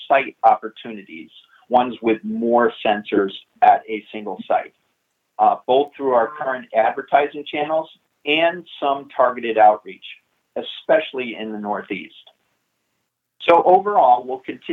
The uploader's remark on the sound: Investor Conference Call